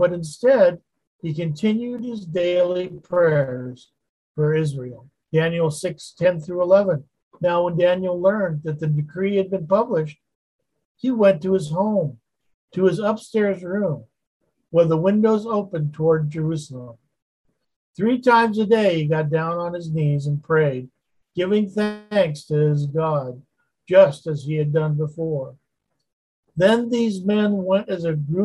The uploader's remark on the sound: Wednesday Zoom study.